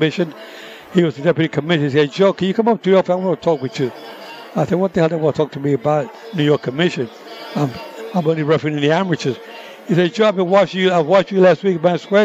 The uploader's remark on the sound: Live from the Super Book at the Westgate Las Vegas